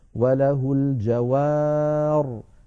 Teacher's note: أيضا عندنا قوله تعالى في سورة الرحمن: وله الجوار المنشآت، وله الجوار المنشآت، أصلها الجواري بوزن الفواعل، فنقف عليها اضطرارا أو اختبارا وله الجوار، هكذا من غير ياء كما وصلنا